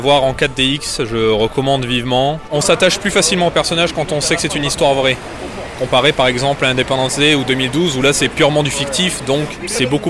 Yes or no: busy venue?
yes